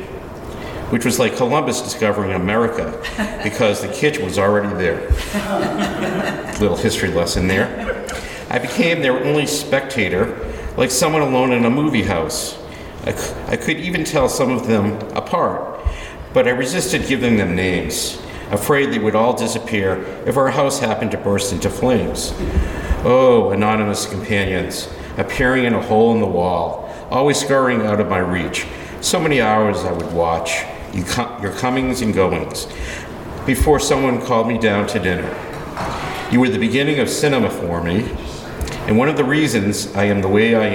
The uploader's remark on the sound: Shares the audio of the Favorite Poem Project Reading held in the Franklin Public Library on Saturday, April 29, 2023. Shares the audio of the Favorite Poem Project Reading held in the Franklin Public Library.